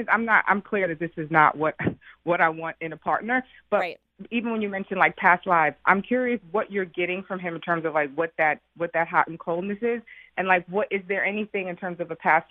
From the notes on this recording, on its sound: we're celebrating with a call-in show today